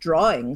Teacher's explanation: The R's reappear in a word like drawing, sometimes there'll be an R inserted.